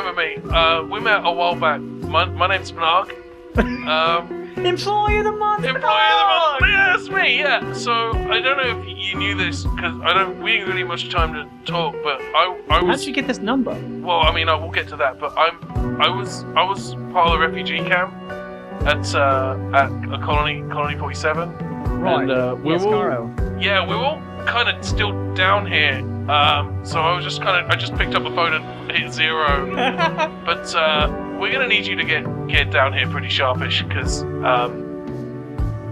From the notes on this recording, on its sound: Recorded at Geeky Teas & Games in Burbank, CA.